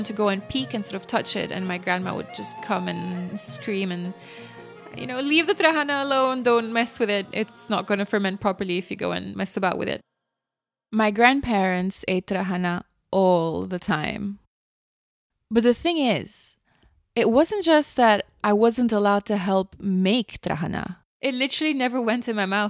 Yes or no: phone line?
no